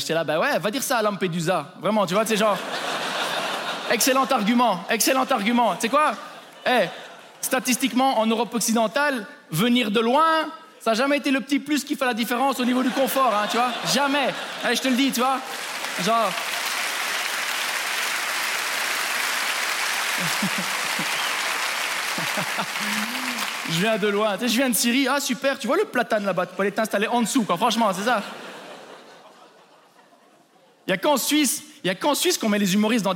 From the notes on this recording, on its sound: Trop de palaces en Suisse (Montreux Comedy Festival 2023).